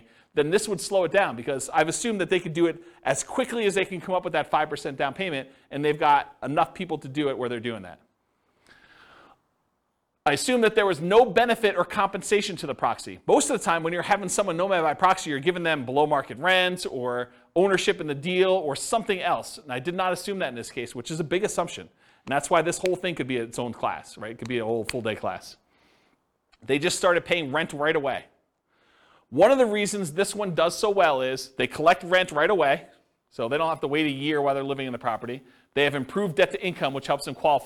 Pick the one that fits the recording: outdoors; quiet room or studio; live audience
live audience